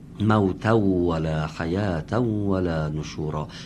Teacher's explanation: نون ساکن تنوین در واو ادغام میشه